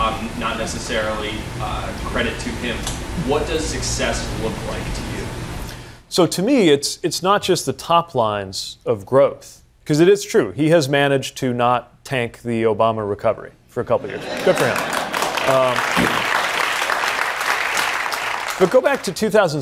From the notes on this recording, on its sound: Takes Questions From the Audience. Taking questions from the audience.